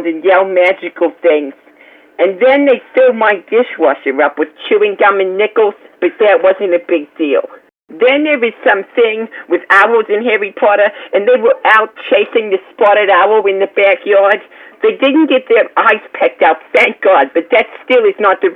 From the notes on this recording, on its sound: Prank Phone Calls. Santa Rosa Barnes N Noble.